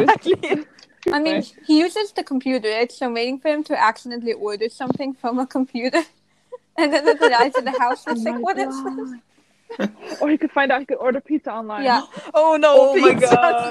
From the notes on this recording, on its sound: while fighting against bad Wi-Fi connections.